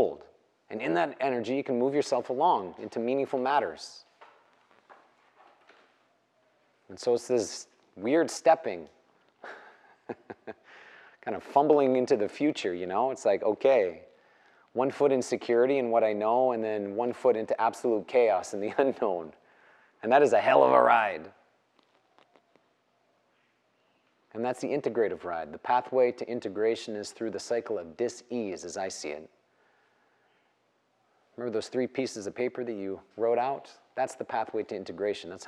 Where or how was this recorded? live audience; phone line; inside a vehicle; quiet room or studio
live audience